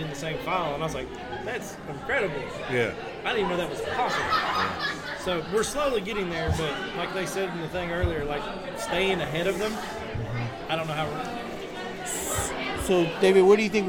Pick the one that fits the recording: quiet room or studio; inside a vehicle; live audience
live audience